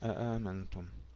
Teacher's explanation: صحبة يقرؤونها بهمزتين محققتين